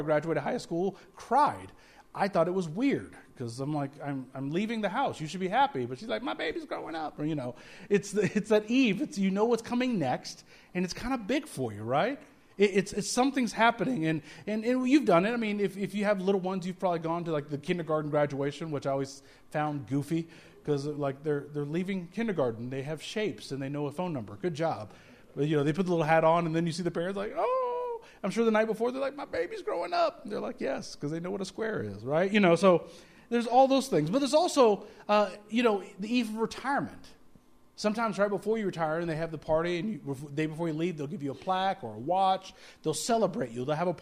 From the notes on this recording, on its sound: speaking at Soma Community Church in Jefferson City, MO on Sunday evening 24 December 2023